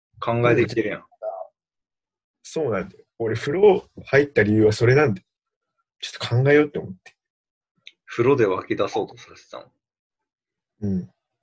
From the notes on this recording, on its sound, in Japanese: リモート録音なので音質はそこまでよくありません。